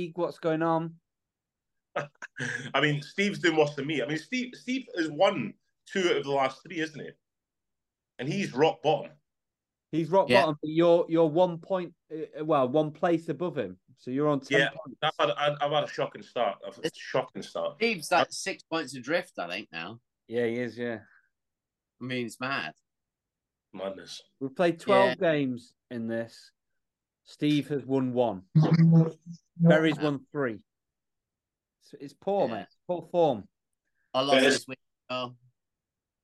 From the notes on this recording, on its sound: jumping back on Zoom